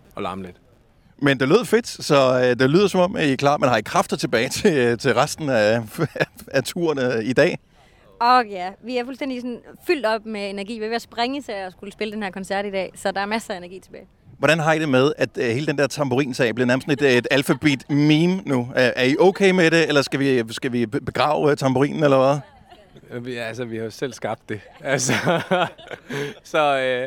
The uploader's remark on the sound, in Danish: Vi beklager den til tide dårlige lyd, men radiostudiet blev byttet ud med en mark og det har desværre sine konsekvenser.